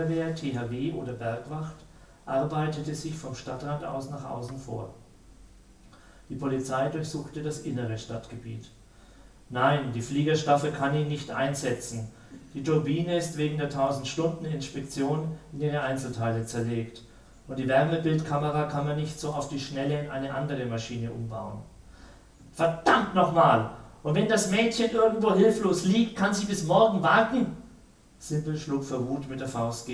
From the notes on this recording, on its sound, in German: Der Literatur-Podcast in diesem Monat ist ein Live-Mitschnitt der Buchpräsentation.